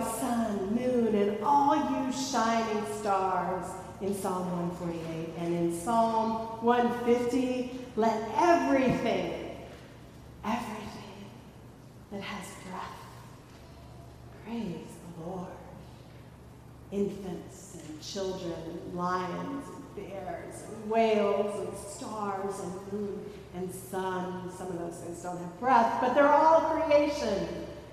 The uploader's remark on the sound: Recorded at Fairmount Presbyterian Church in Cleveland Heights, Ohio.